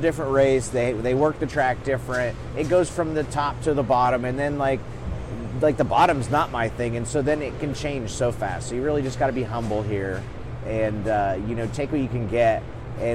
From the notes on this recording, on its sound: live from the Chili Bowl Nationals in Tulsa, Okla.